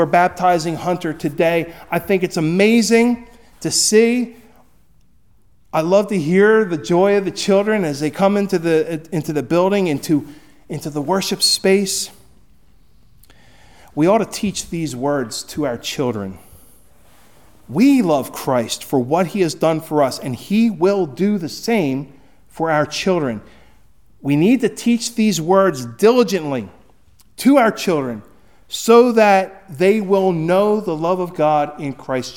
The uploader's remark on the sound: Recorded at Hudson UMC on February 11, 2024